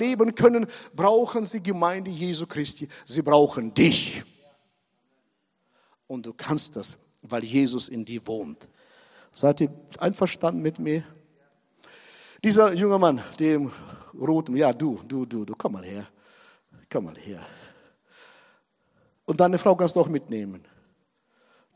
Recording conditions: large echoing room